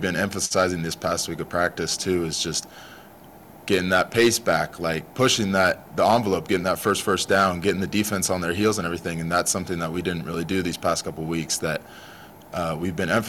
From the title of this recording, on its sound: press conference